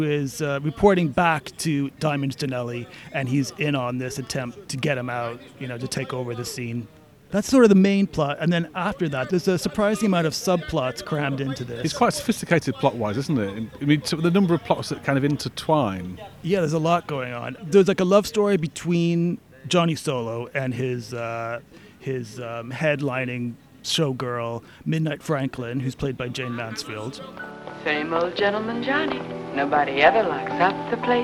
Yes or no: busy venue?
yes